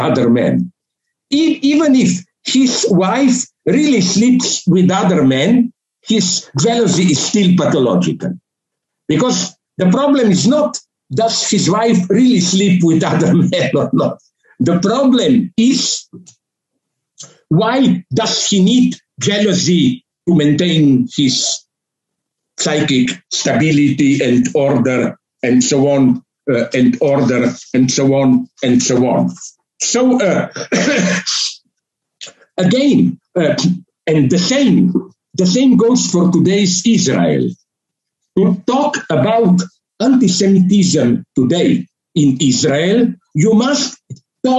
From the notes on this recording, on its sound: A talk delivered for the Kobani University in Syria via Zoom (due to covid-19 circumstances).